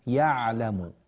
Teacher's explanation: بين العين، لا تقول يالم يالم، هذه كأنها ألف وليست عينا